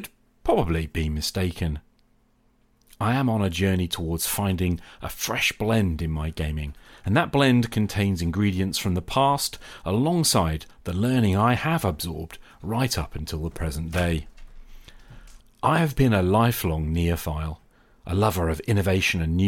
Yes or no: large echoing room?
no